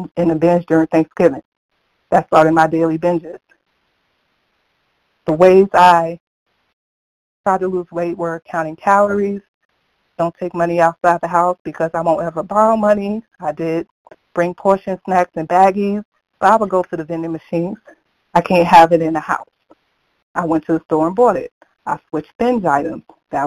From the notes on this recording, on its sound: from the 100 Pounders Phone Meeting